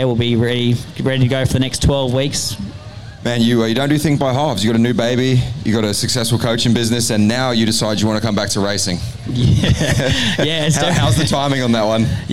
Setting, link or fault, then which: setting, busy venue